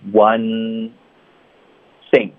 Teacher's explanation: 音省略了，导致了一个停顿。That no one 我们有聊过，这个嘴唇的动作也要非常一致。Noone，你的啊呜嘴唇撅，然后就借用这个嘟嘴的动作发 w 的音。哇，noone。Noone，后面咬舌尖，one thinks 就直接可以连发到 think